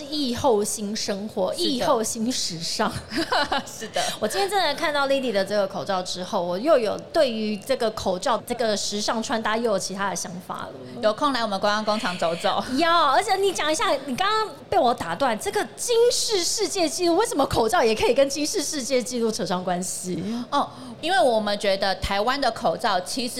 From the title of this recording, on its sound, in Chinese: 2022 Medical Taiwan台灣國際醫療暨健康照護展 -Live Podcast